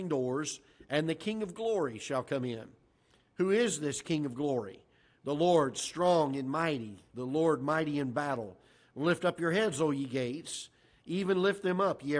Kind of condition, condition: setting, large echoing room